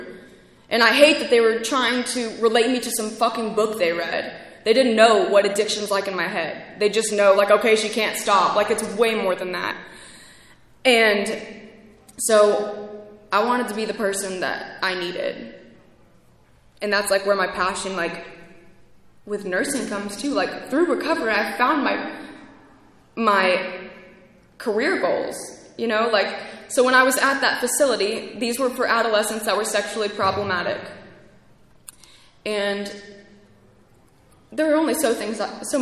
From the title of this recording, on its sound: speaking at ARVANA convention 3/2023